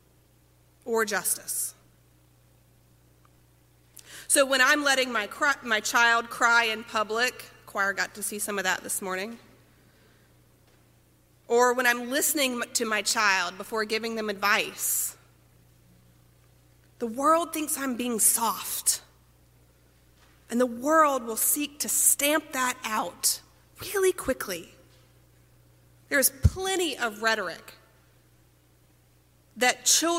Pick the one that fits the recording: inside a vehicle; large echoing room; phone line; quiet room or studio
large echoing room